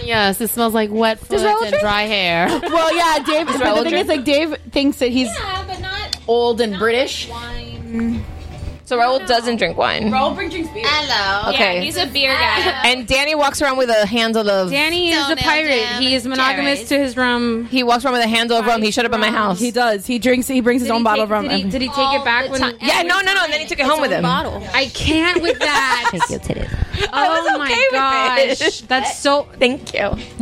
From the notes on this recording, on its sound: Podcast guerrilla style, on location at happy hour! We apologize in advance for how crazy this episode sounds!